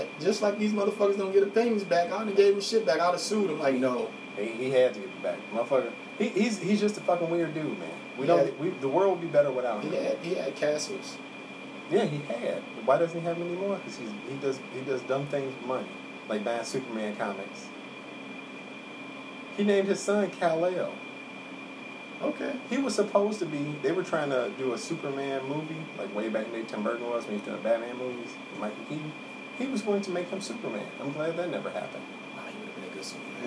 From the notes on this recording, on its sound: the AC is loud in the background because it's hot outside.